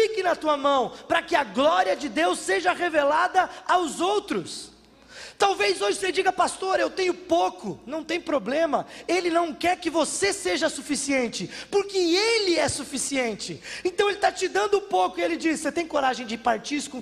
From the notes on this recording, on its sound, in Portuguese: na Igreja ABA Bumenau (Transmitido ao vivo)